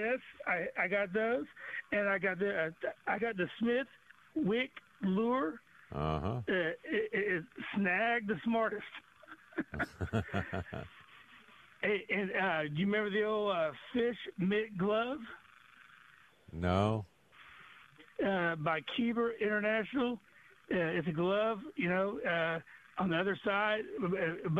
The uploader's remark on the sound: opens the phone lines